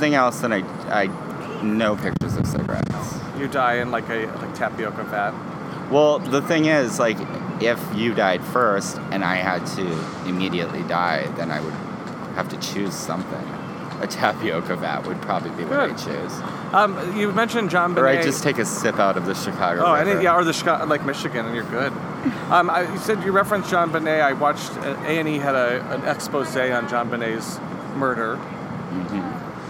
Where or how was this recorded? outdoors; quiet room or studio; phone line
outdoors